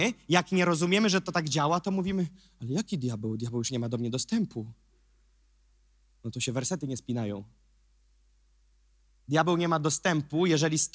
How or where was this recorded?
large echoing room